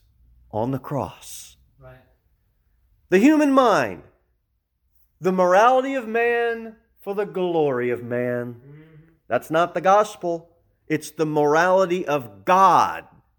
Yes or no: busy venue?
no